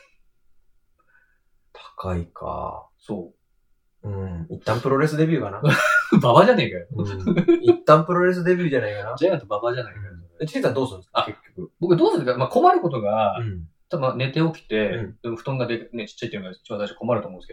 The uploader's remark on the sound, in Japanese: 録音を失敗してしまい音質が激悪です。